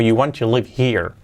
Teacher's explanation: Y fijaos cómo salto la H de here. Puedes decir here o here.